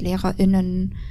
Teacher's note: gendern wir wirklich so oft mit diesem, man nennt es ja glottalen Stopp